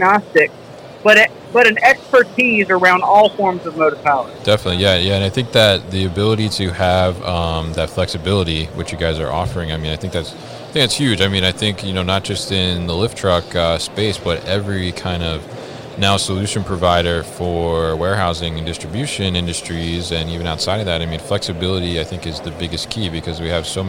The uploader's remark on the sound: Hyster From MODEX 2020